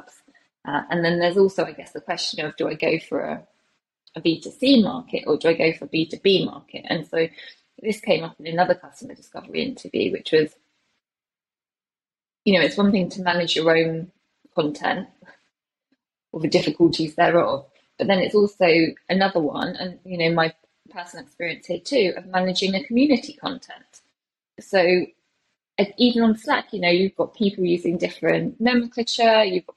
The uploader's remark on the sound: Recording this on Riverside. Recording this on Riverside.fm.